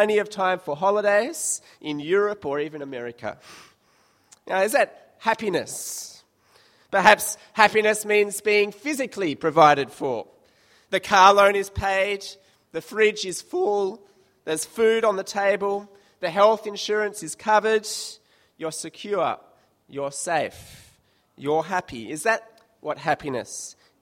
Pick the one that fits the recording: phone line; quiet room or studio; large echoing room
large echoing room